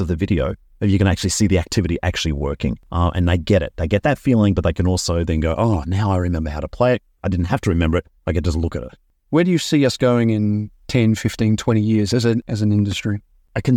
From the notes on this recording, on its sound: This is a re-production and edited version of a conversation recording in early 2019, back when I recorded episodes in my car.